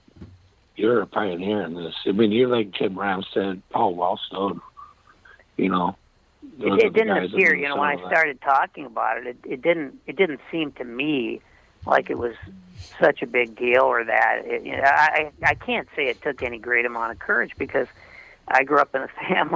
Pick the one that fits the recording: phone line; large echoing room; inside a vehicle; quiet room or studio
phone line